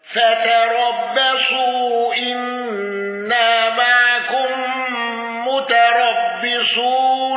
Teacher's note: قالون بقصر المنفصل وسكون ميم الجمع